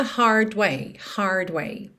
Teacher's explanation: Hard, porque ele não enrola a língua. Se você enrolar a língua, numa pronúncia mais americana, fica hard way